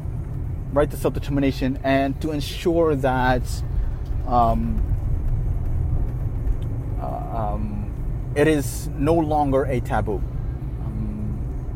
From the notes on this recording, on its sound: (Voice Memo). A voice memo I recorded while driving. I stopped the car at a gas station, switched on the voice recorder feature on my phone and started talking again.